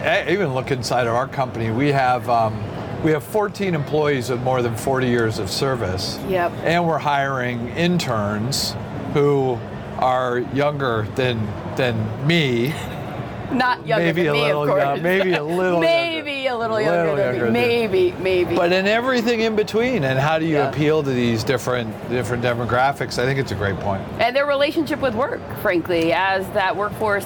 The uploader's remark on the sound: Took its Gartner Marketing Award-winning HR Trends podcast studio on the road (again) to the 2023 HR Technology Conference & Exposition , held October 10–13 in Las Vegas. Unum took its Gartner Marketing Award-winning HR Trends podcast studio on the road (again) to the 2023 HR Technology Conference & Exposition , held October 10–13 in Las Vegas.